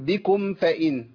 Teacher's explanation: اخفاء الميم عند الفاء